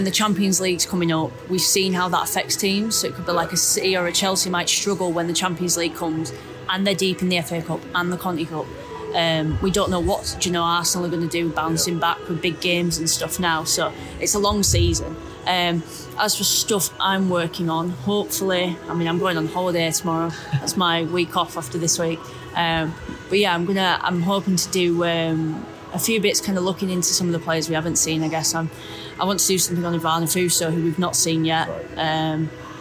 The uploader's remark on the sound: This was recorded at half-time of Manchester United vs Manchester City in the Women's Super League.